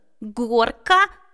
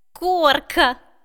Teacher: Например, слово «горка». Попробую вместо первой звонкой согласной «г» произнести парную глухую. «Г» – «к» – «горка», «к» – «корка».